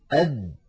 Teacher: هذا الحرف عندما تنطقه العرب فإنهم يحبسون النفس، أد، يعني مثلا نقول الداخل مثلا أو الداخل أو أد، فنجد بأن الصوت النفس قد انحبس تماما، وكذلك الصوت. فالدال ينحبس عند النطق بها النفس فهي حرف مجهور، والصوت فهي حرف شديد. ينحبس النفس لأنها ليست من حروف خص ضغط قض، أو عفوا من حروف فحثه شخص سكت، وهي حرف شديد لأنها من حروف أجد قط بكت.